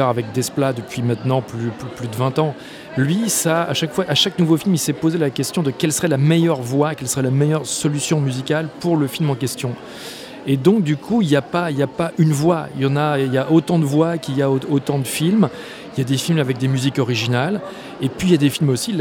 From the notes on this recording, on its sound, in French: Toute cette semaine, nous plantons nos micros dans le hall du Centre des Congrès pour suivre au plus près le festival Premiers Plans.